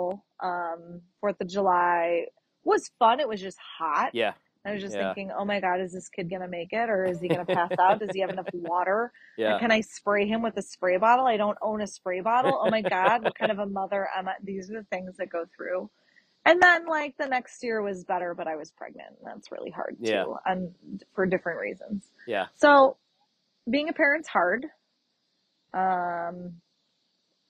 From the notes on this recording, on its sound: It was GREAT to record the show in-person for the very first time! Sat outside on the deck, shared a drink.